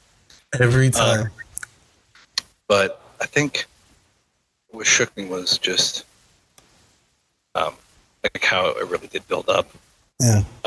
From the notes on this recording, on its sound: We are aware of the audio issues, and we are continuing to work on fixing that each episode.